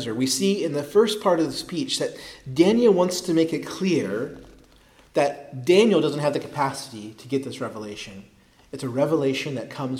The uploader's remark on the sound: preached at Christ Our Savior Baptist Church